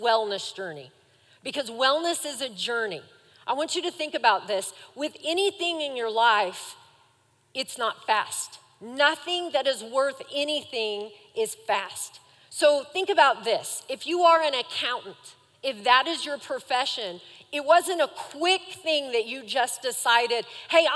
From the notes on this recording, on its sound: Recorded live during our Wednesday night service